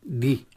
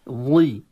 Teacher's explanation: نطق الضاد يختلف تماما عن الدال، لأن الضاد فيها جريان الصوت · Shown in: second take · والمخرج، طبعا ما في اتصال أبدا بين مخرجين الدال مع الضاد، ثم أن الضاد من حروف التفخيم وهذا من حروف الترقيق وهكذا.